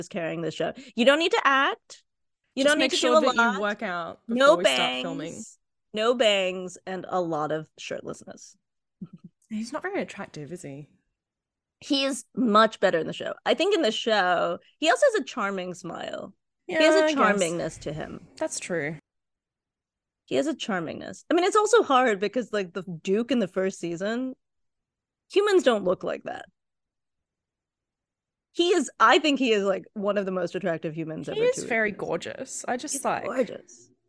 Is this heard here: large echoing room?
no